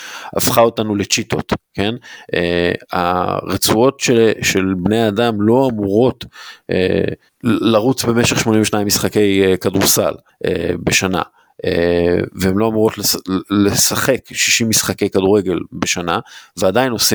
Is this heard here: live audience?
no